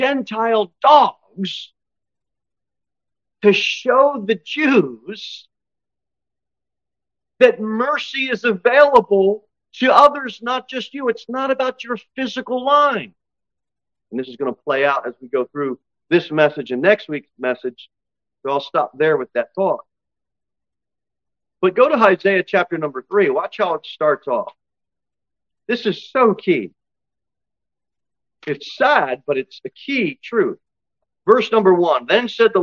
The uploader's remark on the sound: Sermon delivered at Pilgrim Baptist Church. Cookeville, TN 38501.